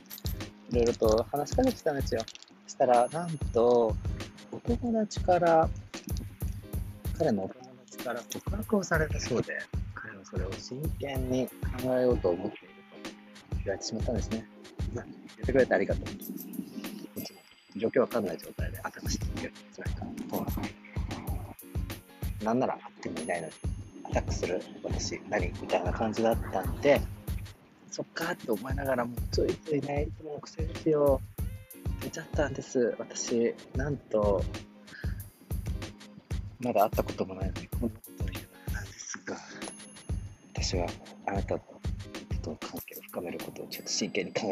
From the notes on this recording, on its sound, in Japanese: 川沿いでの収録のため風の音が少し入っちゃいましたが、ポカポカ陽気の中収録しましたよ〜。